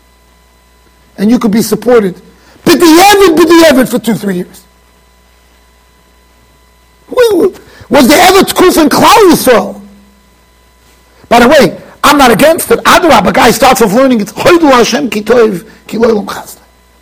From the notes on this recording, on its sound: Shiur recorded in Yeshivas Ohr Reuven, Monsey NY.